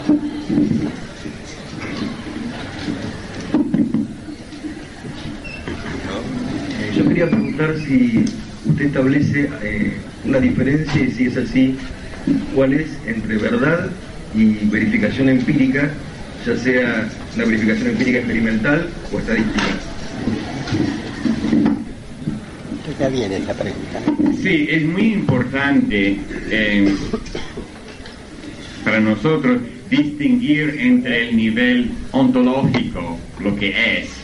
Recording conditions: live audience